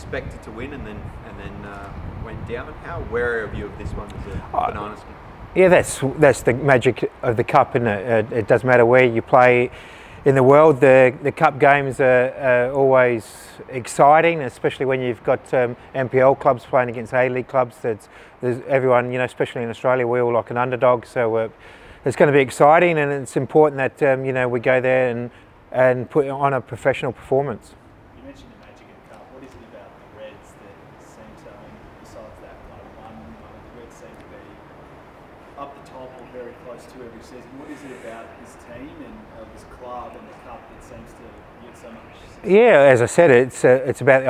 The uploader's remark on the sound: Pre-Match Press Conference